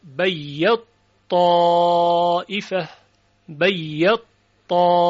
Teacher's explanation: در قرائت ابی عمرو این تا ادغام می شود در تا، بیت طائفه می شود بیت طائفه، بیت طائفه، اینو میگن ادغام کبیر.